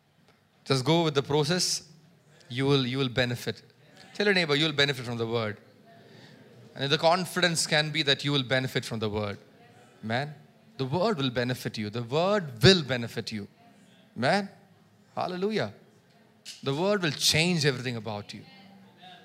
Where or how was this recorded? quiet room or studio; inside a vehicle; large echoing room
large echoing room